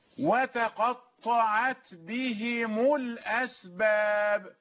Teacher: الميم عندما وصلناها مضمومة، لماذا مضمومة؟ لأنها قبل ساكن